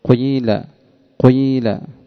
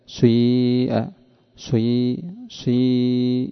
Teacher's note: وأما الإشمام فتأتي بجزء ضمة سابق قليل ثم جزء كسرة لاحق كثير